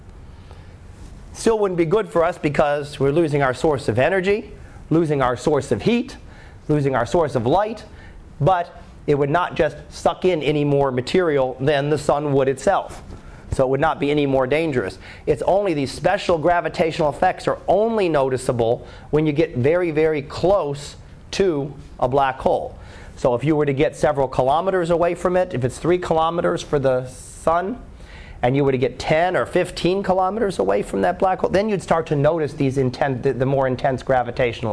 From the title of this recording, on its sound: Live Class Lecture